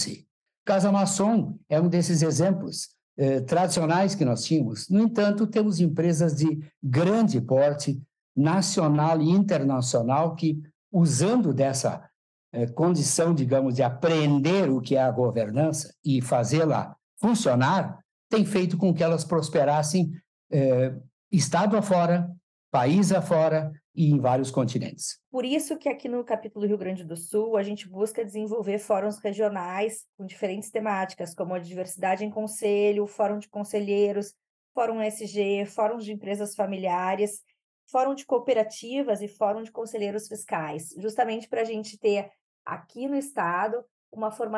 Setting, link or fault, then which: link, video call